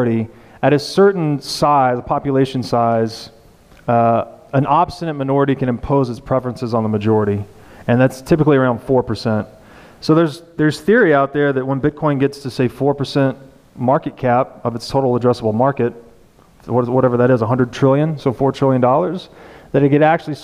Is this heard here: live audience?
yes